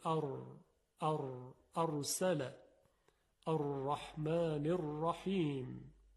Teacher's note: برای تلفظ حرف ر یا را، سر زبان به لثه دندون‌های صنایع بالا، دندون‌های جلو برخورد می‌کنه و یک حالت تکرار و ارتعاش در سر زبان یا لرزش ایجاد میشه